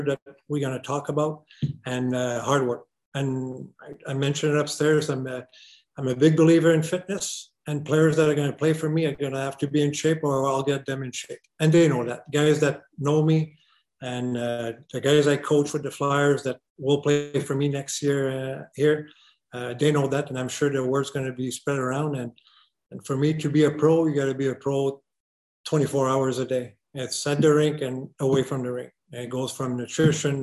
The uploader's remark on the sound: ALLENTOWN, PA. The AHL Report team joined the Flyers’ virtual media call.